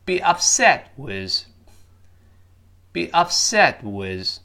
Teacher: 最后那个 t 几乎听不到了